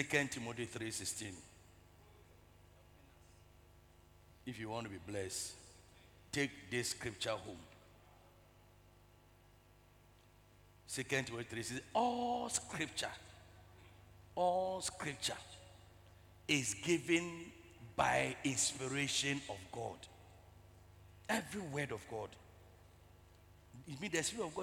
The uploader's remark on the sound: Preached at the Truth Cathedral, Loyalty House International, Abbey-Dawenya